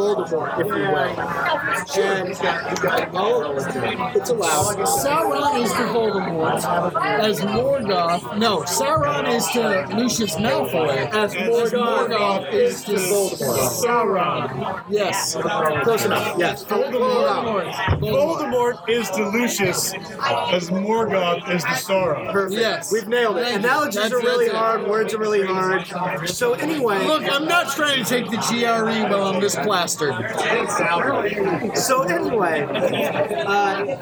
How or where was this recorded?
busy venue